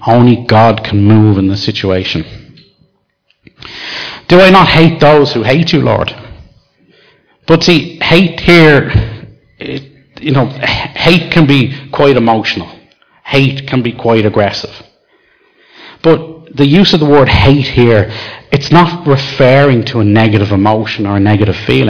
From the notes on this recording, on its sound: Recorded live in Liberty Church on 14th July 2019